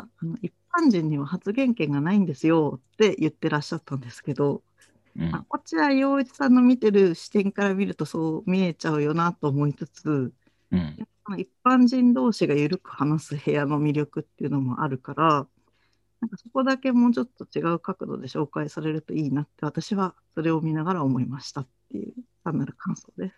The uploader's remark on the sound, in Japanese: ClubhouseとZoomで同時収録